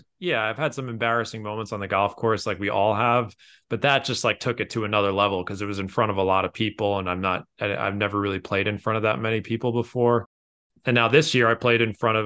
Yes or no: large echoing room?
no